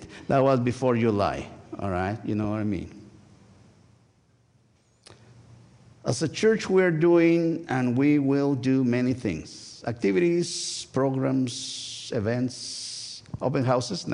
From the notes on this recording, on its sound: Join First United Methodist Church of Pacoima for a special recorded live service on August 27, 2023. We are located at 12550 Van Nuys Blvd.